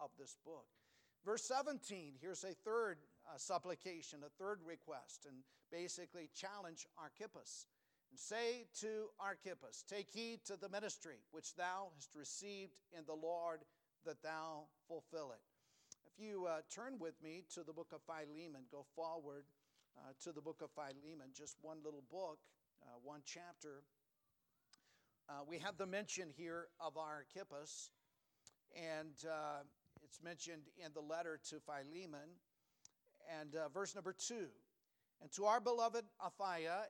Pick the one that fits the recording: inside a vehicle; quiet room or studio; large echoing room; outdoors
large echoing room